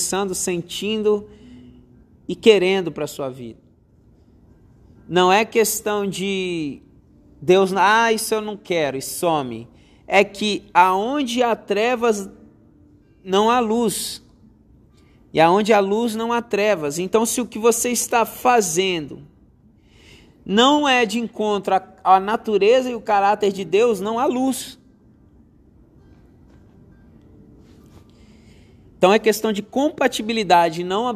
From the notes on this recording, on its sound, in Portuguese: Podcast gravado durante as 240 horas de adoração da minha igreja local Monte Sião Grande Vitória.